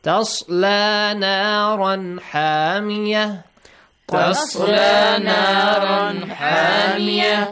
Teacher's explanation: Ha is from the throat letters and idhar.